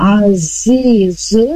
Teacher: Wahual tipiskan lagi lamnya azizul, nah ini zai sama ya dari lidah ujung sejajar gigi seri bawah. Zizi dua harokat ada kasroh dan ia sukun.